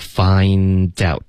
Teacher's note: find out,我们要连读 find out,特的音呢会省略